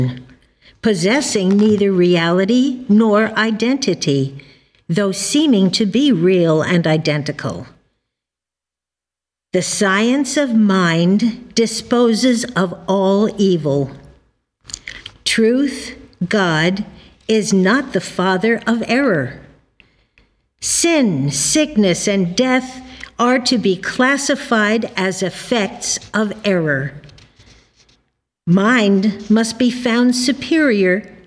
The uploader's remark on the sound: The Sunday service audio from April 9th, 2023